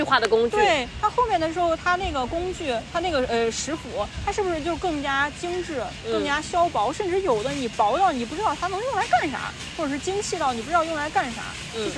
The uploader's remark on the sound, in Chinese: 录制于北京动物园的一期考古科普节目。录制时我们面对着亚洲象，有着极其自然喧嚣的环境音，你能听见飞来飞去的乌鸦叫，和跑来跑去的尖叫小朋友。